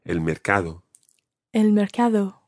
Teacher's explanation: make sure it's a soft D sound in the middle